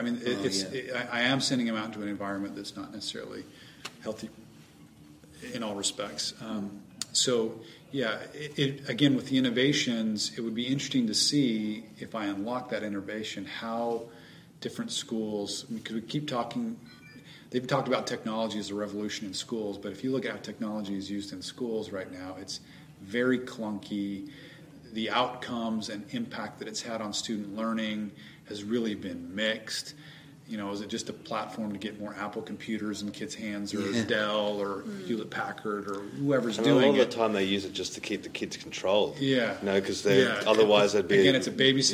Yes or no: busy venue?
yes